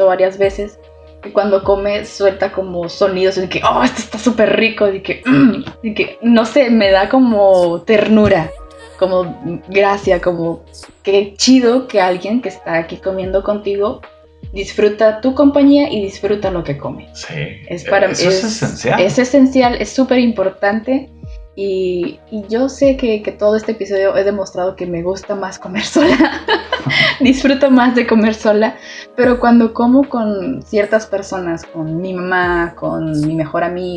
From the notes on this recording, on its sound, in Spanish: lamentamos el ruido de fondo